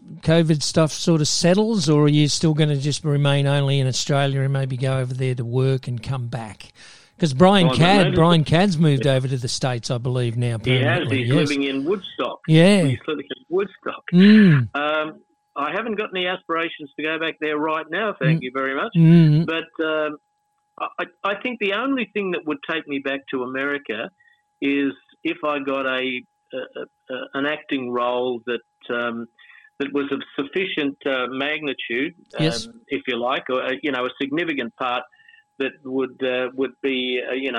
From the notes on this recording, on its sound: Phone Interview